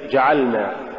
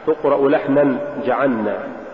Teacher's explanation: صورة اللحن عدم بيان لام الفعل إذا جاورت نونا · Shown in: second take